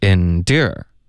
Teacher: 它的明显的重音是第二个。OK，第一个音节呢就没有任何重音，不明显